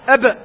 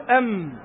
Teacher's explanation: وعلى الترتيب الباء ثم الميم ثم الواو، على الترتيب الباء ثم الميم ثم الواو، والباء والميم بانطباق الشفتين، انطباق يعني التصاق الشفتين يعني تلصق شفتيك، نقول أب أب فتلصق الشفتين، تقول أم أم تلصق الشفتين. إلا أن الباء أشد إلصاقا من الميم